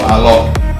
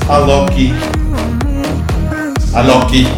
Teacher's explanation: Even though it's spelled A-L-O-K. The Brazilians have this cute little habit of putting a schwa on the end · Shown in: second take